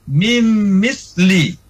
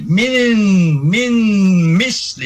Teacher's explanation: Jadi nunnya tidak dibaca lagi, langsung ke mim ya. · Shown in: first take · Mim misli. Nah, tidak boleh min misli, salah ya.